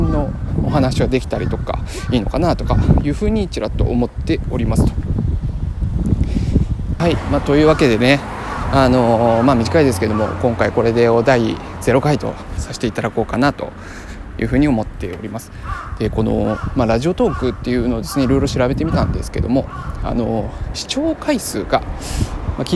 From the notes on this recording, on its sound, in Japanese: 歩きながら収録したので、雑音が多くてすみません